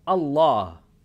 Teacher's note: A shadda is so powerful that it both alludes to the letter before it, the alif, and it also has its own syllable. So you're pronouncing that lam doubled